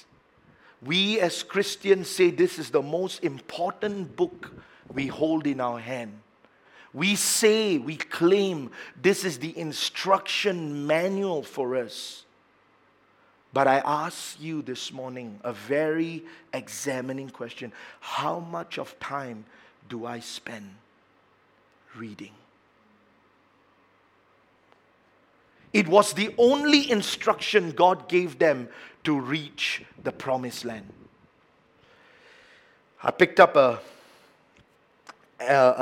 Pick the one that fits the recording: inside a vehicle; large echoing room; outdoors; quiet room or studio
large echoing room